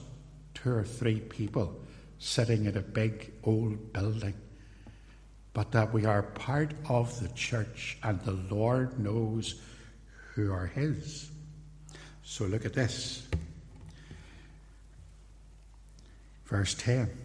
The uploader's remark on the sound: recorded at Templepatrick Reformed Church